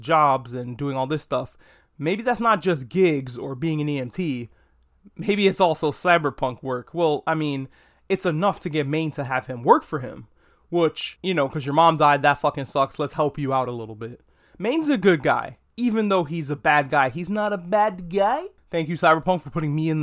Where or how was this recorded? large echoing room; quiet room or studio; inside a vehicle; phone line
quiet room or studio